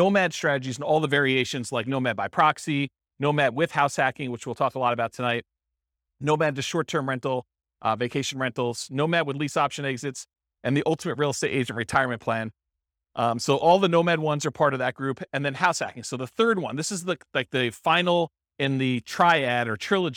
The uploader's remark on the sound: This was a live class recorded